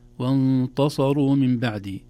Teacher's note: آخر تنبيه أحبتي في الآية الأخيرة وانتصروا من بعد ما ظلموا، وهذه أيضا تدخل في قاعدة التجاور أو الحرف المرقق إذا جاور مفخما وتأثر به، لو لم ننتبه للتاء لخرجت وانتصروا من بعد، تصبح التاء قريبة من الطاء بسبب مجاورتها للصاد، لكن رقيقها وانتصروا من بعد.